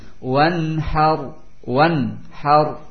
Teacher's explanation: Nun sukun setelahnya ha, dan ha termasuk huruf izhar, sehingga dibaca jelas nunnya